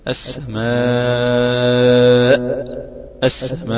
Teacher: أجعل اللسان مستفلا عند النطق بالألف، مقدمته ومؤخرته، اللسان مستفل في أقصى الاستفال، يبقى مستقر في قاع الفم. أقول مثلا السماء، السماء، استفالة الفم ده هيساعدك يعني مساعدة كبيرة جدا انك انت تفتح الفم فتحا طوليا وليس فتحا عرضيا.